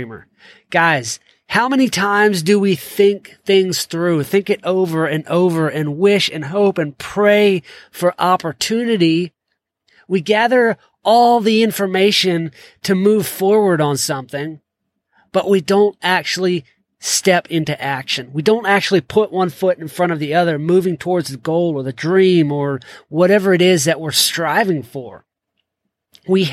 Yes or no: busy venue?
no